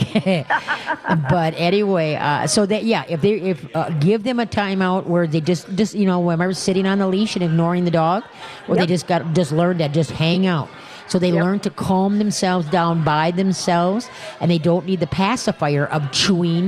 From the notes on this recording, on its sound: We are LIVE from the New Chuck and Don's in West St.